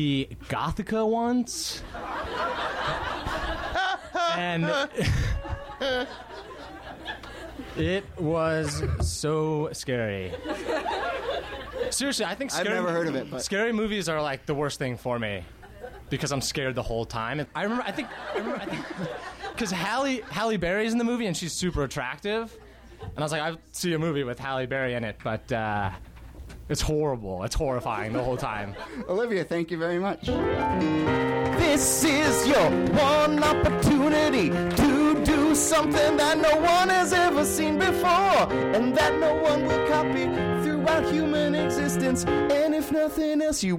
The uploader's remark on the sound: Ask Roulette is a conversation series in which strangers ask each other questions on stage. Is from our August show at Politics and Prose in Washington DC.